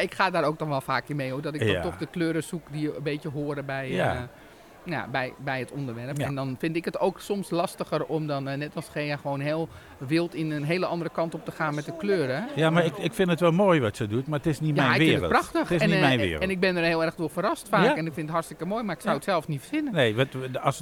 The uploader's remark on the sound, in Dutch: Vandaag een live uitzending vanaf de Handwerkbeurs in Houten!